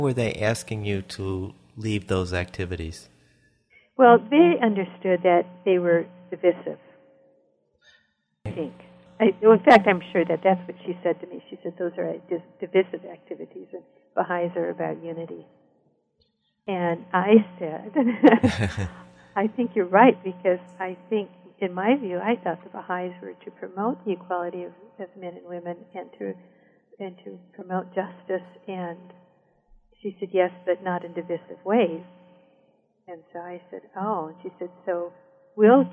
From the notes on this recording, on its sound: I apologize in advance for the quality of the sound.